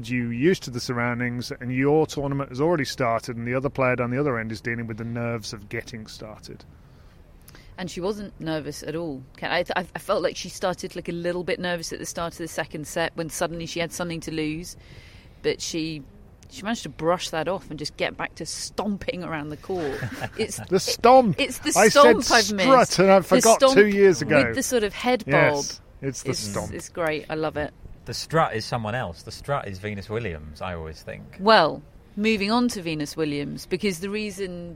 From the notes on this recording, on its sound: Live from Wimbledon Day 1.